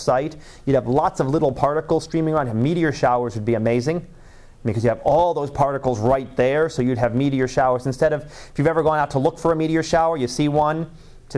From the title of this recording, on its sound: Live Class Lecture